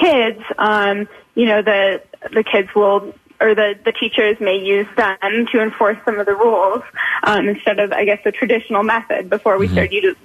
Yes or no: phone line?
yes